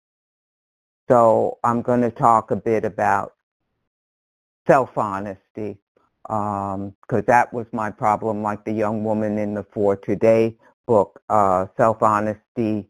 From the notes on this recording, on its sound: from the 100 Pounders Phone Meeting, 12/1/22